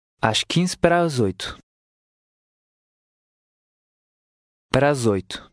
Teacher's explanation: In the next to last word, the S retains its Z sound since it's between two vowels